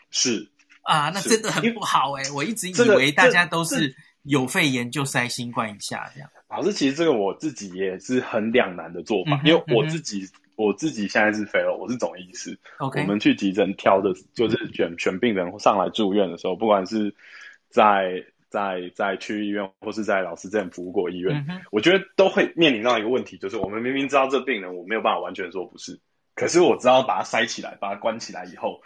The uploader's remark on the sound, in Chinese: Clubhouse錄音房後半的討論。